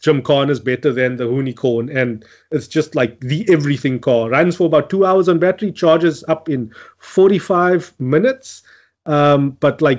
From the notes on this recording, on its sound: Recorded via Skype.